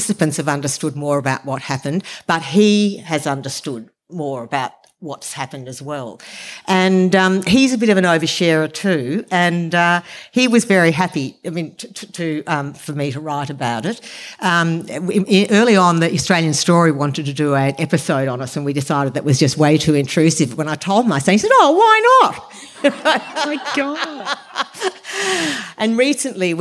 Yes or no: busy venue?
yes